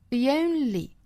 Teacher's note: 这个单词的元音从 a 变成 e,因为后面 only 是一个元音因素打头 · Term: 变音